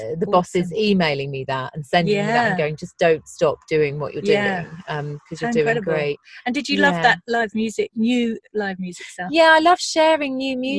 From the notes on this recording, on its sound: We were going to record outside but the weather was challenging, so my car became the studio. Listen out for sea-gulls, torrential rain, brighton buses.